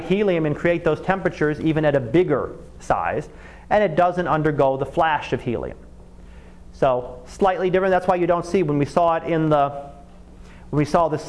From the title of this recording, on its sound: Live Class Lecture